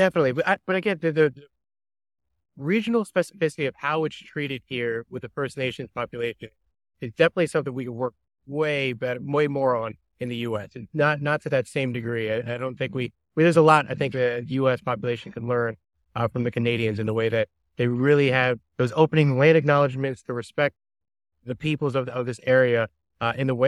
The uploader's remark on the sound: Set against the picturesque backdrop of Vancouver. Sorry about the audio quality, we were outdoors and our microphones weren't working as intended.